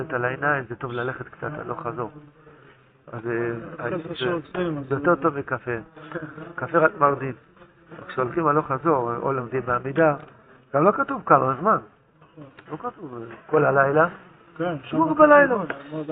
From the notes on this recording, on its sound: Audio drastically improves starting Daf 4A.